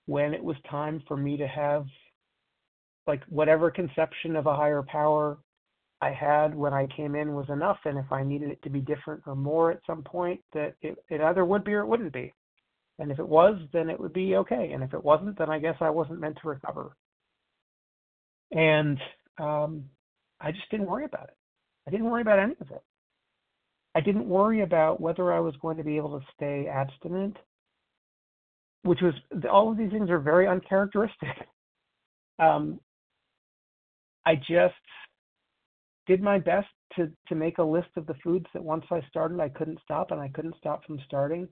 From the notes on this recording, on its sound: 100 Pounders Phone Meeting